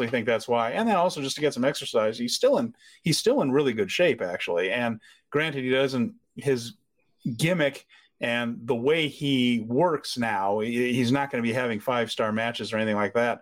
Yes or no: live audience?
no